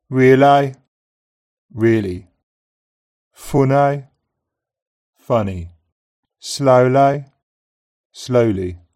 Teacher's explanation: Monophthong E is pronounced as a diphthong starting in the centre of the mouth. · IPA: [əi]